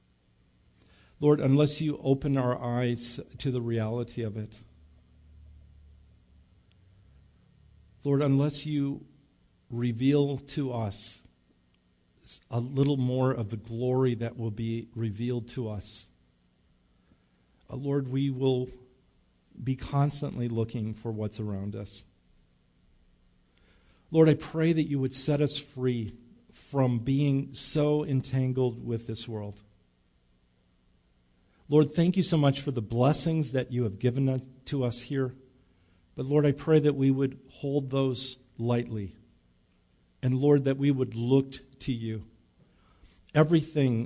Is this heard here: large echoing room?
yes